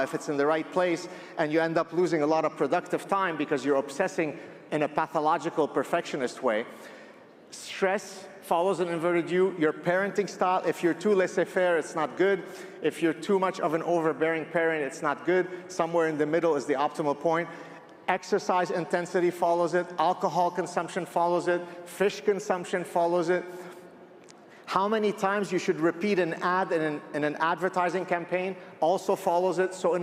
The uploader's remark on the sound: My Talk at AmericaFest 2023